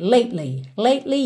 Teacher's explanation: Quando chega com a língua no T, a língua lá no céu da boca, lately, você já desce no L.